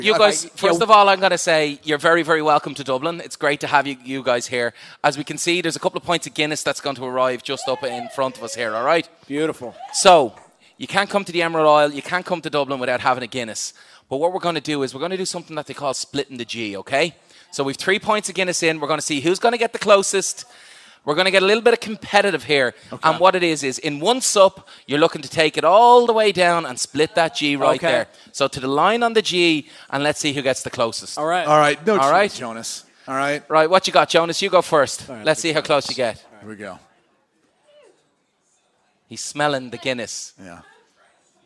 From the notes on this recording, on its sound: LIVE from Dublin, Ireland for the Aer Lingus College Football Classic